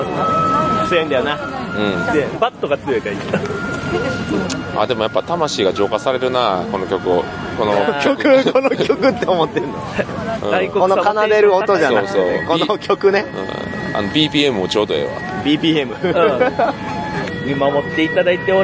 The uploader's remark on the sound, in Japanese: 一部、屋外での収録のため、騒音雑音が入っております。